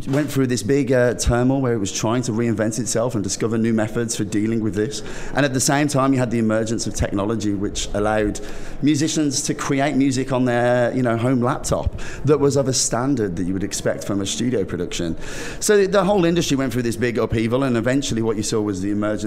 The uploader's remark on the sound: Join VoiceAmerica as we Broadcast LIVE form the American Film Market! Over 8,000 industry leaders converge in Santa Monica for eight days of deal-making, screenings, seminars, networking and parties.